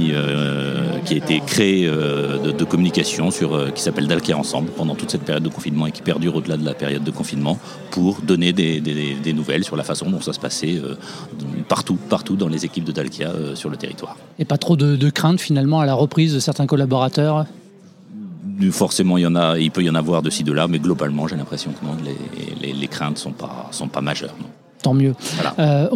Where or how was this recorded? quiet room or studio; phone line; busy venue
busy venue